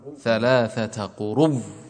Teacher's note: أبدل الهمزة إلى واو، قروء. طيب ثم أدغم الواو في الواو